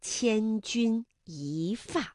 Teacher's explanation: 一字本调是一，但是在去声字前面要变成二声一 · Term: 变调